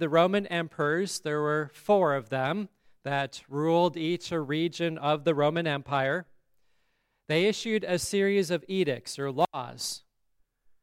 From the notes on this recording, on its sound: the service at Grace Lutheran Church, Lexington, MO on December 13, 2023